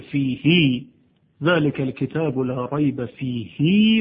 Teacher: در قرائت ابن کثیر مکی ها ضمیر خیلی اشباع و صله درش هست، یعنی در جاهایی که در قرائات دیگه مثل فیه اشباع و صله نیست، در قرائت ابن کثیر صله میشه. · Term: صله هاء ضمیر